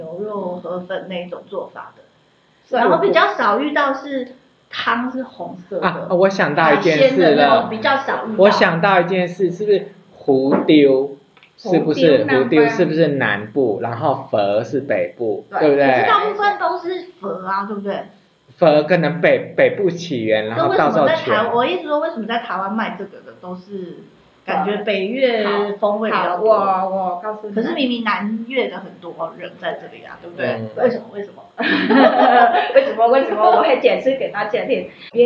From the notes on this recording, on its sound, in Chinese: 本集錄製地點 : 龍岡精彩鹿咖啡